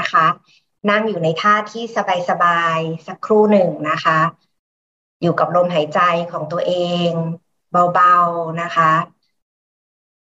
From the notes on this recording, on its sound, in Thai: เป็น 1 ใน 3 คอร์สออนไลน์ (ผ่านโปรแกรม Zoom)